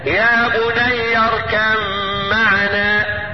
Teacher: يجوز الاظهار ويجوز الادغام لكن على الوجه الداعي يتعين ادغام الباء في الميم هكذا. يا بني اركب معنا مع مراعاة الغنة بتاعت المدغم فيه وهي الميم